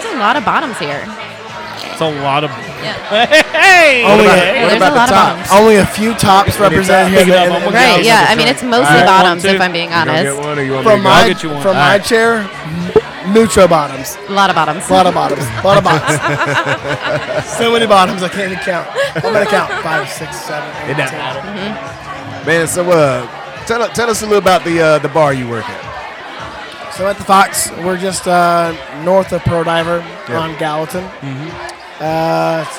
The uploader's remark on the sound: Live at the Punch Party. Getting the opportunity to record at this community event.